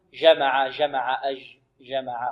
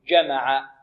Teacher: الجيم العربية جيم شديدة · Shown in: second take